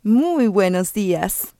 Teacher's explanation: you can hear how these words aren't very separated. The sounds are kind of linked together.